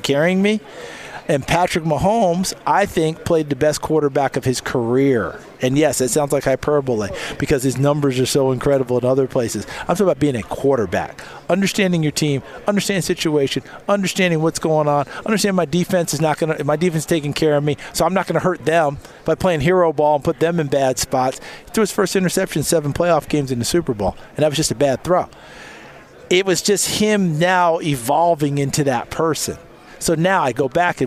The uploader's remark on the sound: live from radio row at the NFL Combine